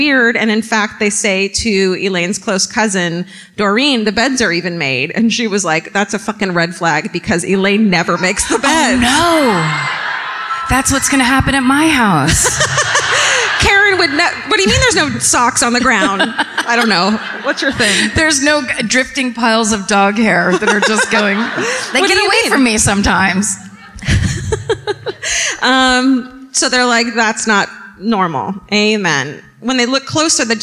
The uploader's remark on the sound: Live at My Favorite Weekend in Santa Barbara. At the Arlington Theatre.